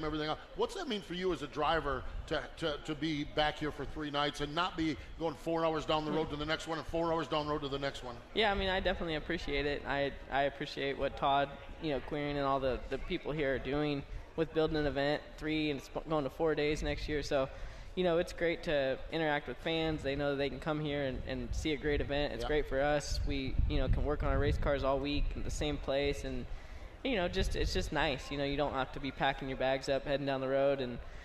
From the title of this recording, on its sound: live from the AGCO Jackson Nationals